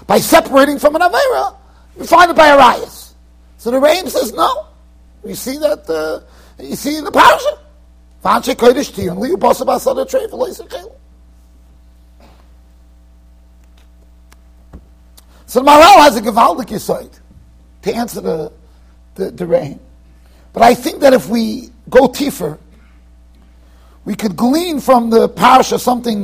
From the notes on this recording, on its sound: Shiur recorded in Yeshivas Ohr Reuven, Monsey NY.